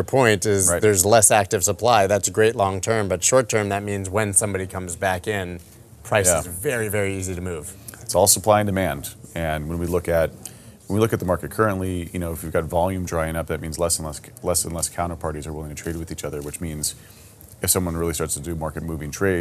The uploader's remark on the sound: recorded at Consensus 2022 in Austin, Texas